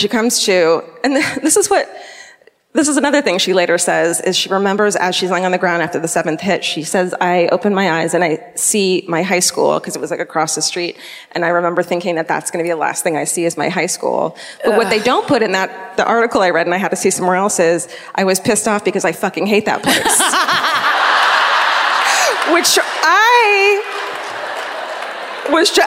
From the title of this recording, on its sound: Live at the Queen Elizabeth Theatre in Vancouver